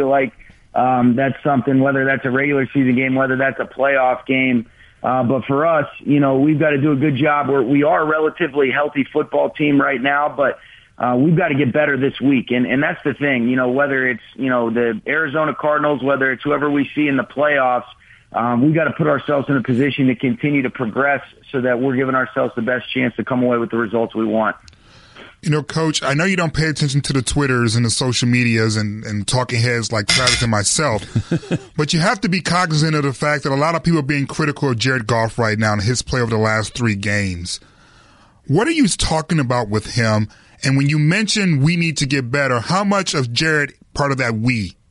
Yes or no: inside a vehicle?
no